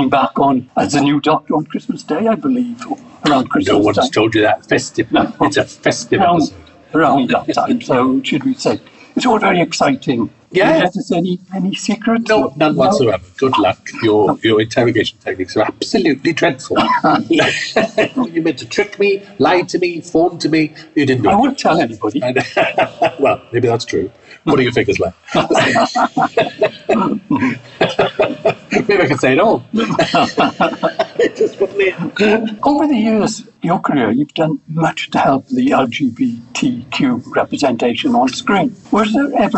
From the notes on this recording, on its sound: backstage at the Iris Film Festival